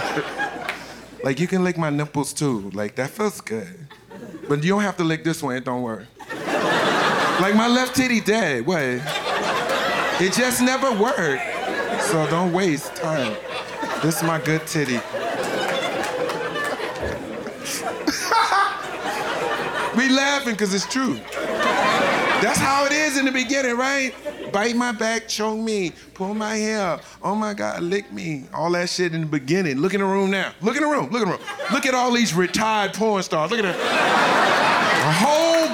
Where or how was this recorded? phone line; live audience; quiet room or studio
live audience